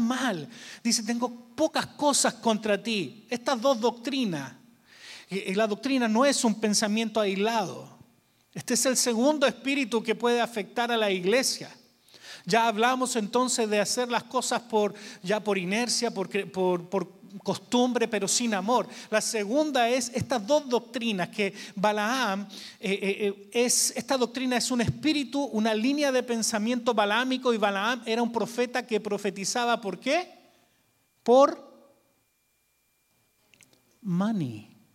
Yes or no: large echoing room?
yes